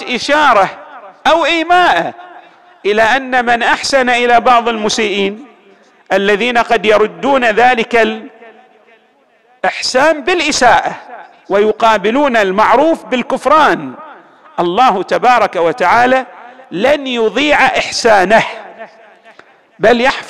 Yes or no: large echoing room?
yes